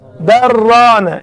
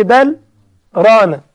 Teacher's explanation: إدغام من غير غنة، دخل اللام في الري · Shown in: first take